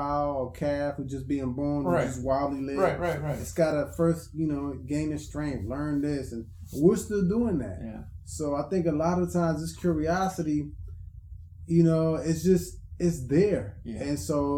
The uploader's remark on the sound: All Episodes are recorded at work or home. In our desire to deliver an authentic, organic experience to the listener, sometimes the background will reflect this “At Work” atmosphere. As we progress, our sound quality will improve, we appreciate your patience and understanding.